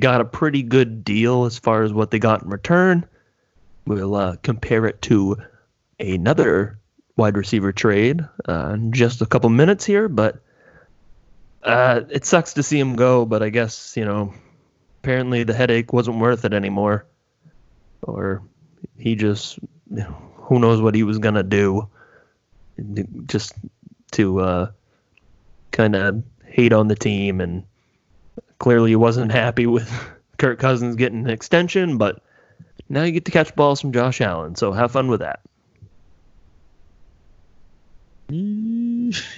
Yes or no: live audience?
no